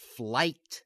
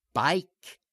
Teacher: When the long I is followed by any voiceless consonant, it still has the aggressive New York resonance, but it doesn't round at all.